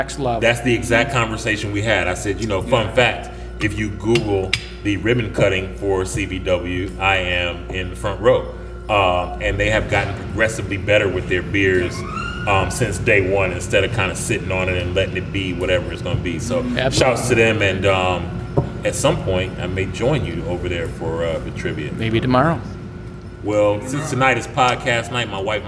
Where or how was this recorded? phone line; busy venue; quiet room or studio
busy venue